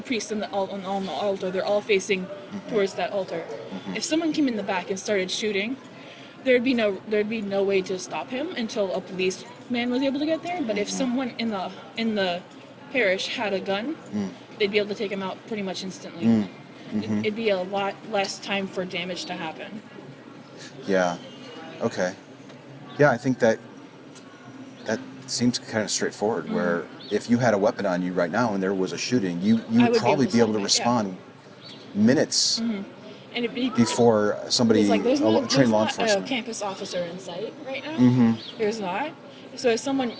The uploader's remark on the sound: Location: San Antonio, Texas. Recorded w/Go-Pro.